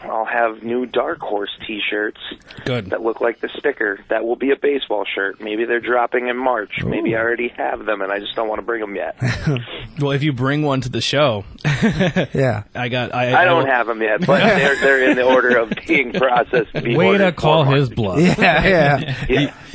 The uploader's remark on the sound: on the phone